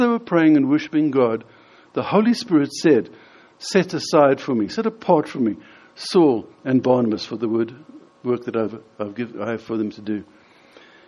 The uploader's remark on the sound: In this sermon, delivered at the Lonehill Village Church on Sunday 24th June 2018.